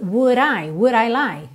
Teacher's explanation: Esse D vira ra, que é um contato muito rápido da língua com o céu da boca.